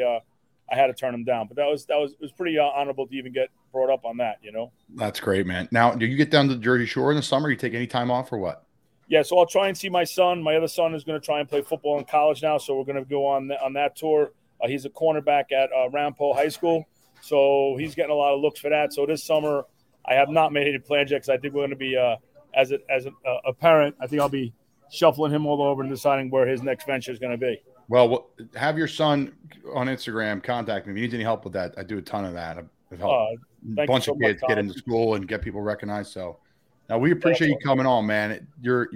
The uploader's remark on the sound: coming to you live from the Parkwood Deli!